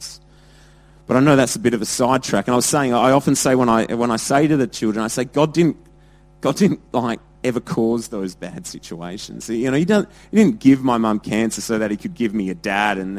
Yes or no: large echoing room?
yes